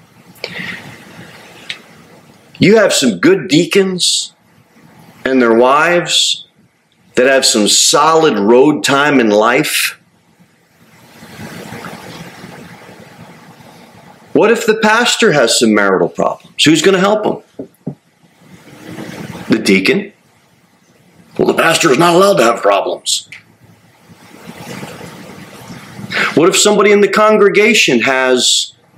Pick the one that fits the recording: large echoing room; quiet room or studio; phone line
large echoing room